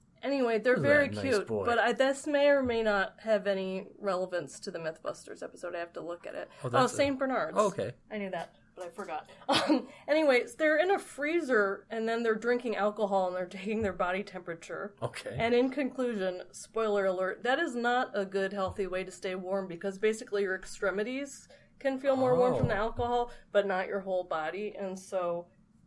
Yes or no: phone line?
no